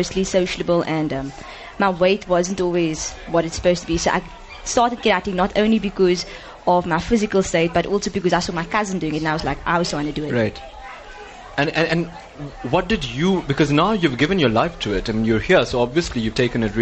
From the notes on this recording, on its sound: NewsbreaK Talk LIVE from the SA Karate 2017 Nationals. Lotus FM — SABC News and Current Affairs. Live broadcast from the 2017 SA Karate Nationals.